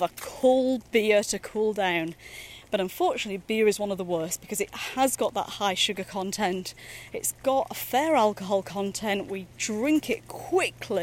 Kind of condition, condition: setting, outdoors